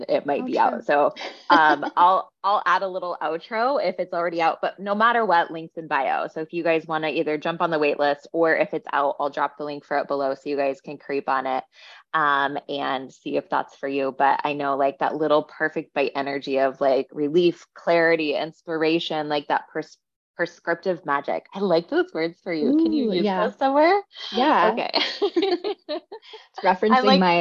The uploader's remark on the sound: We were on a coaching call and I asked her if we could start recording this episode for you